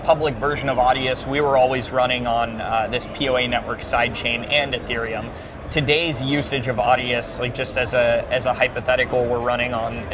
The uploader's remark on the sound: at the recent Solana Breakpoint conference